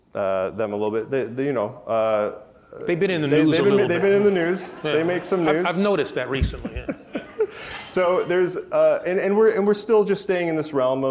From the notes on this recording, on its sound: This conversation was recorded on May 6, 2023 at the Crosscut Ideas Festival in Seattle.